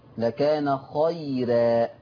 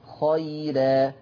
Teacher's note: رققها. ليه؟ لأن الراء مفتوحة ومسبوقة بياء اللينة. خيرا.